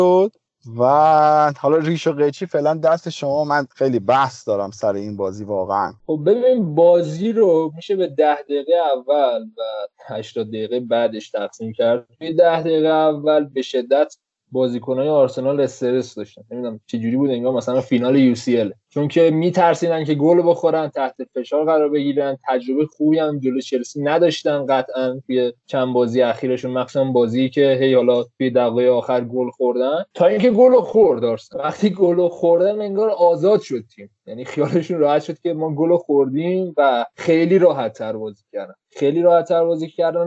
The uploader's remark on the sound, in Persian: به دلیل مشکلات ناشی از انتشار ویروس کرونا این اپیزود به وسیله اسکایپ ضلط شده و همین مساله باعث افت کیفیت صدا شده است. مشکلات احتمالی ناشی از بد بودن سرعت اینترنت ایران و ضبط از راه دور.